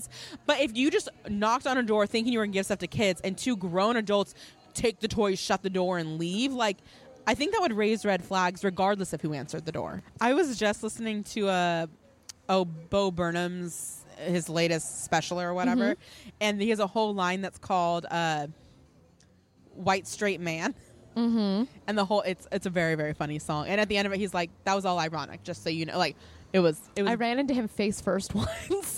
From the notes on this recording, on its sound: Live from Porto's. From the birthplace of this podcast, Porto's in Downey, CA! Enjoy the subtle sounds of people and cars in the background.